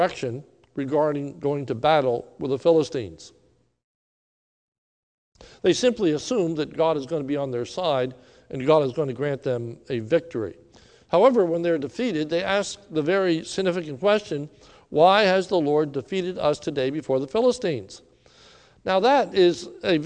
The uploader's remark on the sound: This is a sermon recorded live at the Lebanon Bible Fellowship Church in Lebanon, PA.